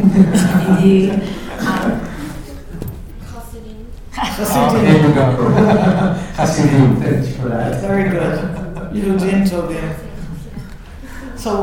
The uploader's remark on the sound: This episode, recorded in front of a live audience, is a reflective conversation on our 21 years at Brandeis and our dream for the future.